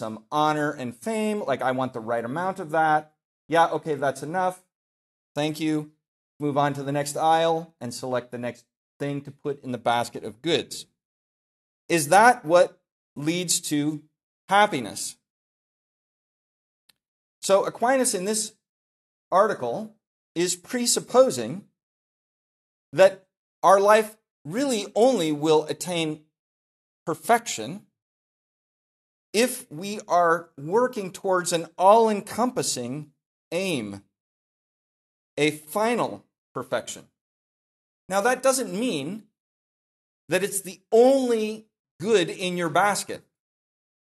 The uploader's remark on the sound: This lecture was given on June 12, 2023 at the Dominican House of Studies in Washington, D.C. As part of the 2023 Civitas Dei Summer Fellowship.